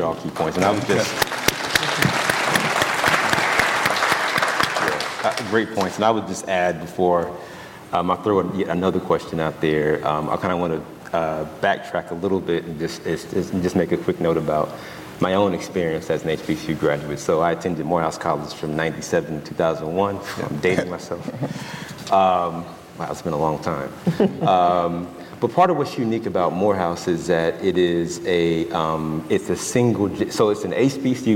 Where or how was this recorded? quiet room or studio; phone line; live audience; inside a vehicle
live audience